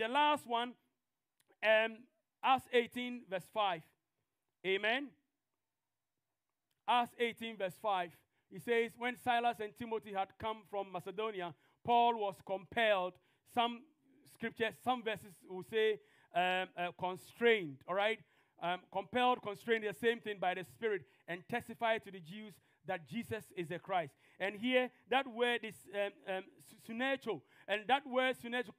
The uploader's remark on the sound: TFCC Sunday Service. This podcast is a live recording of a Sunday Service.